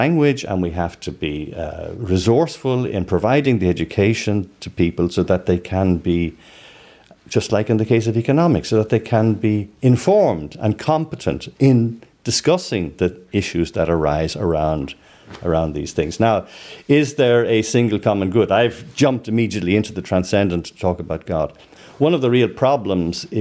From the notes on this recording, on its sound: a lecture given in the Loyola Institute